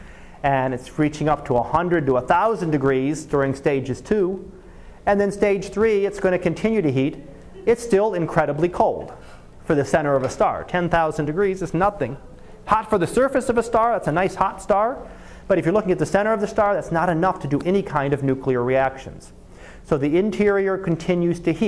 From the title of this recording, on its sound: Live Class Lecture